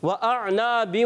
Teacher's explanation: وَأَعْنَابٍ، حمزہ اور عین کی آواز کو کلیئر رکھنا ہے. حمزہ حلق کے نیچے والے حصے سے، عین حلق کے درمیان والے حصے سے